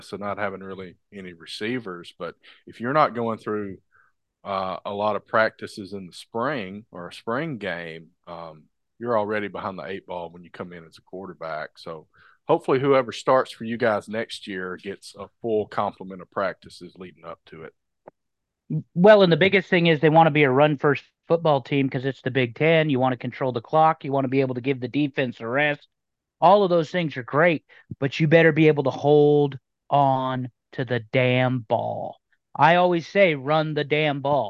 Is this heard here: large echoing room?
no